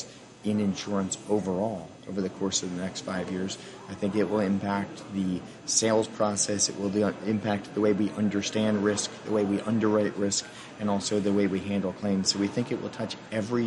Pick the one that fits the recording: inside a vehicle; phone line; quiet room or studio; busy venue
busy venue